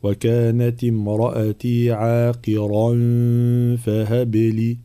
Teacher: الانتباه إلى الراء في كلمة عاقرا مفخم الراء هنا حال الوصل الإخفاء، ولكن نفخم الراء فنقول وكانت امرأتي عاقرا فهب لي هكذا.